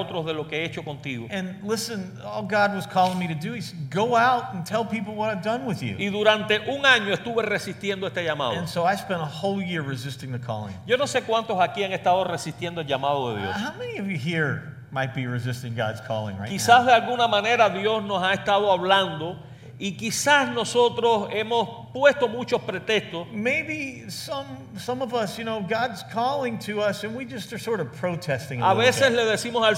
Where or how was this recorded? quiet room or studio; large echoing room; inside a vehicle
large echoing room